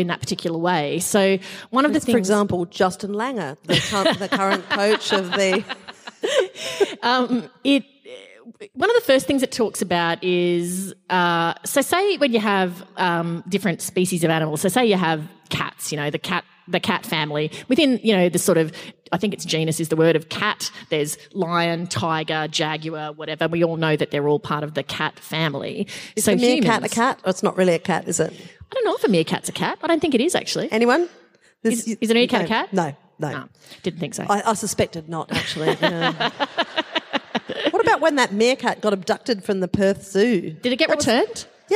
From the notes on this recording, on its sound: Just a few kilometres from the hallowed MCG, and in front of a live audience of 2400 people. Recorded live in Melbourne.